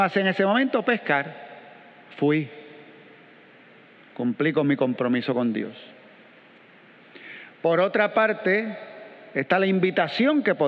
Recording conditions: large echoing room